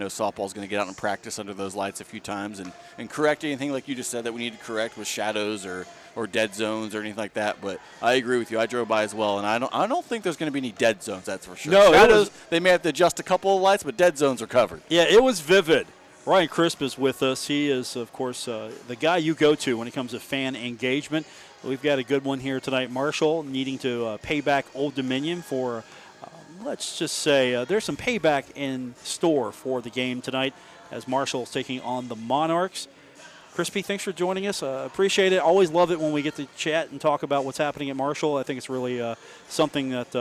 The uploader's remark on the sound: broadcasts live from the Cam Henderson Center on the campus of Marshall University